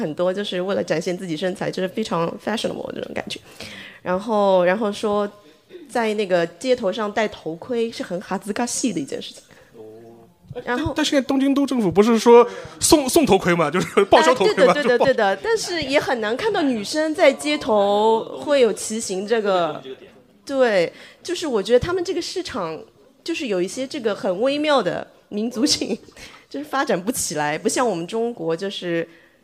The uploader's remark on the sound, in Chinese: 东亚观察局》线下见面会东京站实况